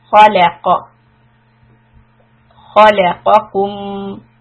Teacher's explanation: Khala. And then qaf again heavy. Bring the back of the tongue up.